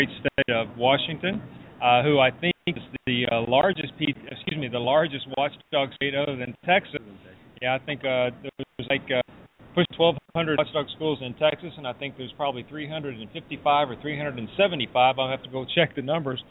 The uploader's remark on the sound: For the third consecutive year, WatchDOGS Radio will be broadcasting LIVE from the convention floor of the 2015 National PTA Convention. This year, the convention is in Charlotte, N.C. You never know who might walk by and wind up being a part of the WatchDOGS Radio show during our live broadcast.